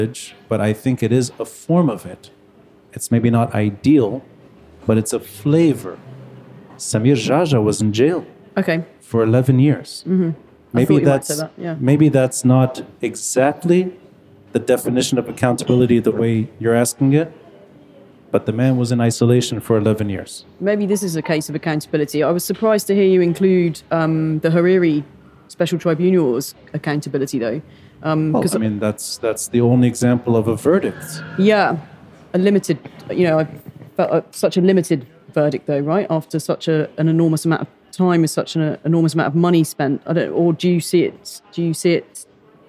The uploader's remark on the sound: Recorded live at Aaliya’s Books. Q&A.